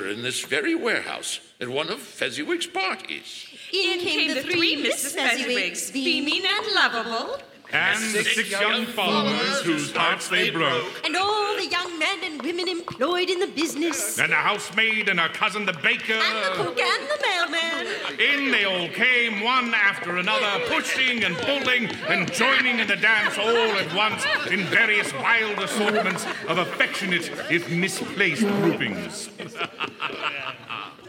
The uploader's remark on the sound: Re-Imagined Radio's 2015's live performance by the Willamette Radio Workshop at Kiggins Theatre in downtown Vancouver, Washington.